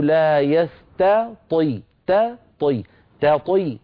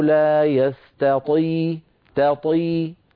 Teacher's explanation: نرقق التاء في كلمة يستطيع ونفخم الطاء، لابد من ترقيق التاء وتفخيم الطاء. إن قلنا يستطي أضعفنا الطاء، وإن قلنا يستطي قلبنا التاء طاء.